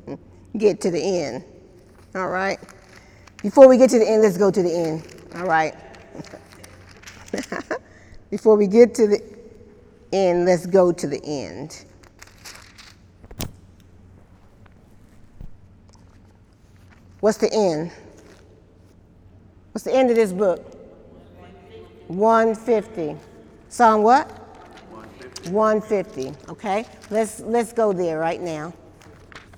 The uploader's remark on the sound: During Wednesday night service on September 26, 2018